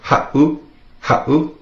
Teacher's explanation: If you were to take out that seven, it would be pronounced ha'u. With the seven in there, makes that little glottal stop, that pause.